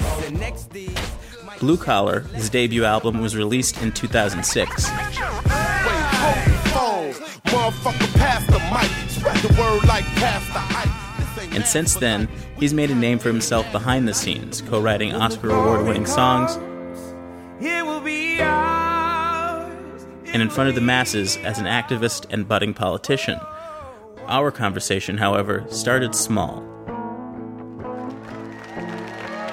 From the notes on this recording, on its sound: LIVE!! at the Chicago Podcast Festival. Recorded November of 2016 at the Chicago Podcast Festival.